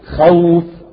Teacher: الواو ساكنة بس قبلها الخاء مفتوحة، ما طبقت عليها القاعدة، فهذه تسمى واو غير مدية، خوف. مثلا نقول بيت، الياء ساكنة ولكن قبلها غير مكسور مفتوح، هذه نسميها حرف لين ولا تسمى حرف مد.